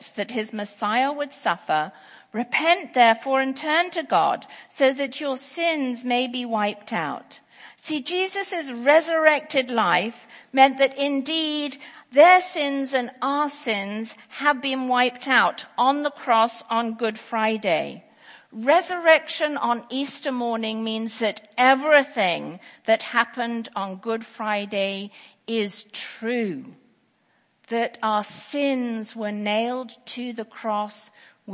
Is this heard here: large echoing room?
yes